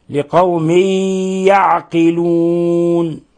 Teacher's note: إضغام تنوين كسر جاء بعده حرف الياء، إضغام بغنة